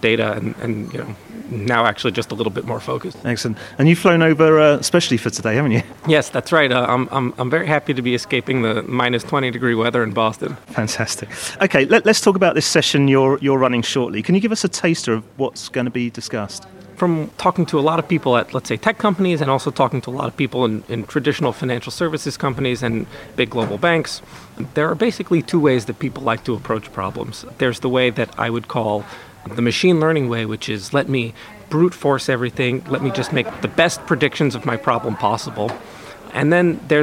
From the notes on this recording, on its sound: Recorded in partnership with CFA UK from their Fintech Interactive Forum, 'Asset management: Rise of the machines', at the offices of Inmarsat in London.